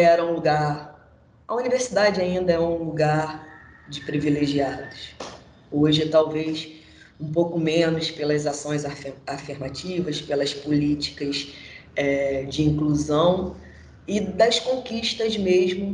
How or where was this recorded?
video call